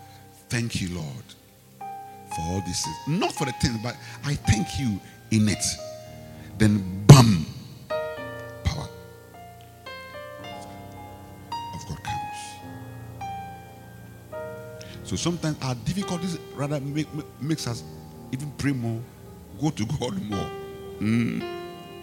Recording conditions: large echoing room